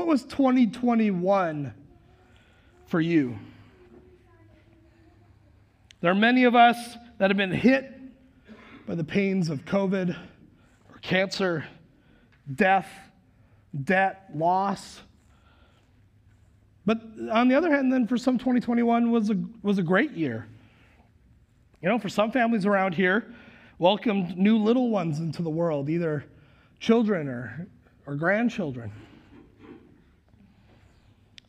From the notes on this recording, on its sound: Recorded live at Word of Life Church in Le Sueur, Minnesota on January 2nd, 2022